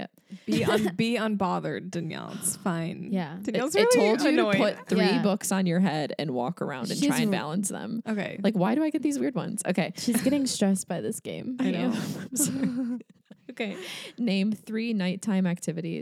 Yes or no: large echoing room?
no